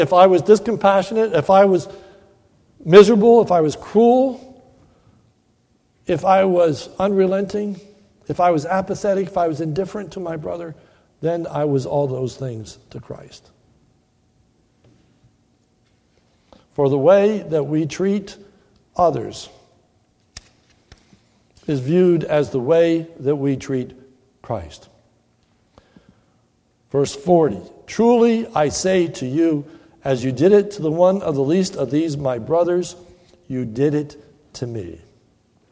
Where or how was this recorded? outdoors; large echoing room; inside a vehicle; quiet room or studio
large echoing room